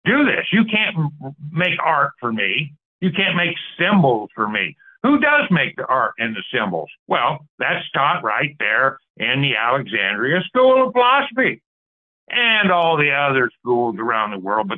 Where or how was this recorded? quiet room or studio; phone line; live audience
phone line